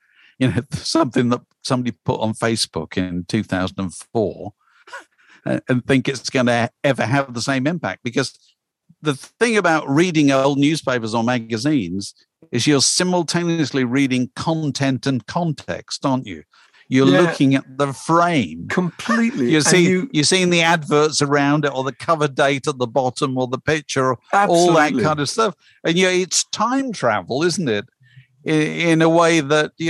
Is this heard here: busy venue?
no